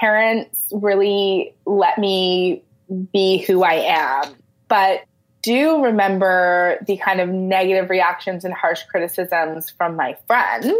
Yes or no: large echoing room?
no